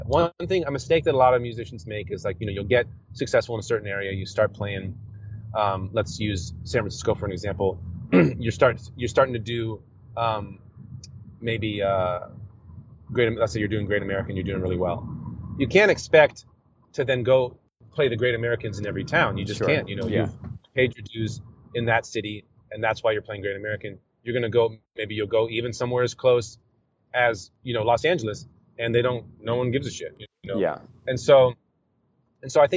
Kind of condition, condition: setting, inside a vehicle